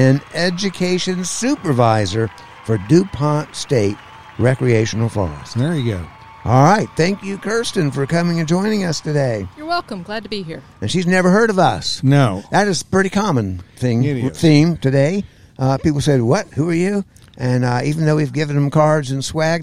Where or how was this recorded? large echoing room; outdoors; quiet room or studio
outdoors